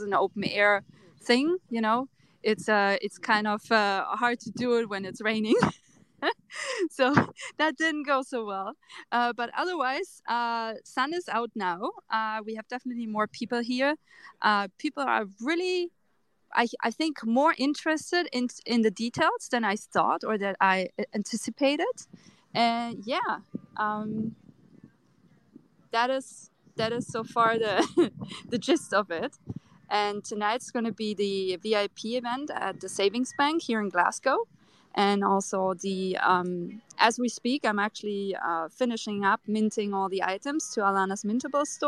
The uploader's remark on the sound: Reported LIVE from Tech adventures, where we explored the Meta Jungle in Glasgow, Scotland! Talked with different artists and sponsors directly at the location!